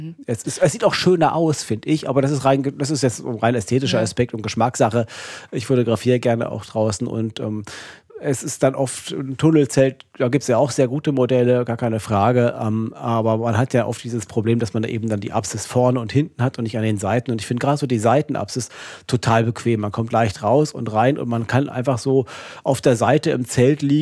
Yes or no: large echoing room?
no